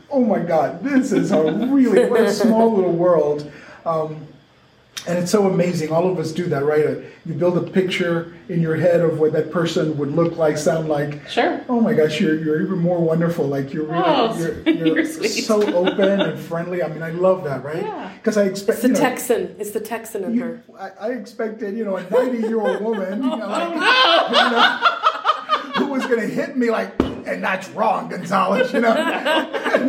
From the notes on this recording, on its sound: TXWCC Live! During the Texas Workers' Compensation Conference in Austin, Texas.